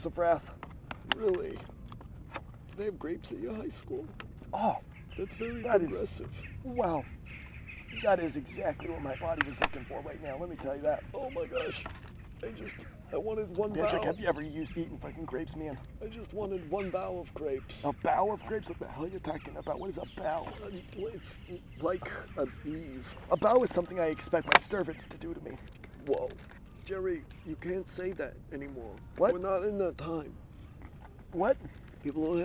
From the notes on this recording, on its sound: While sitting on a bench in Amsterdam. Pardon the outdoor noise on this outdoor episode.